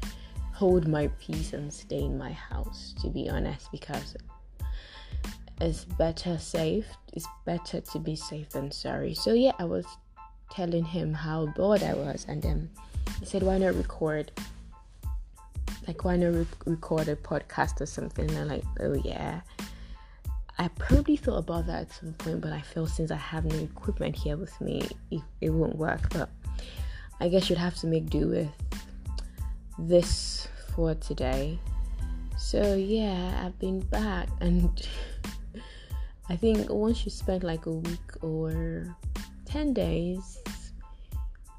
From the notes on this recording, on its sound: Forgive the background noise